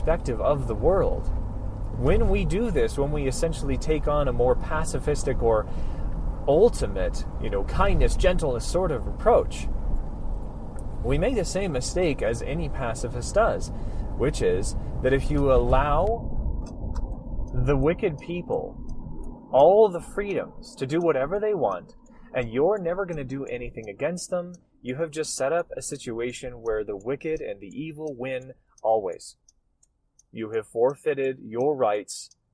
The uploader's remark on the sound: apologies for the poor recording quality due to noise